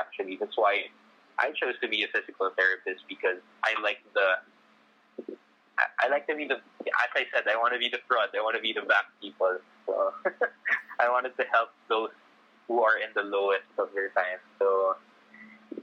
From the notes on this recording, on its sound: I apologize for the audio and production.